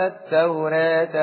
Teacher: لفظ التوراة مقلل قولا واحدا